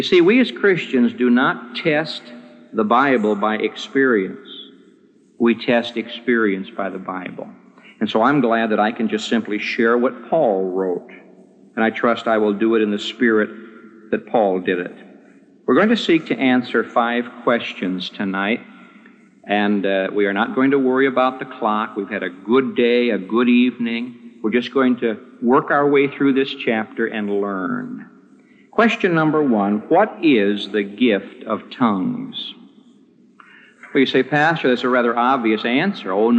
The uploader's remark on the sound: This message was preached on May 18, 1975, at the Moody Church in Chicago, IL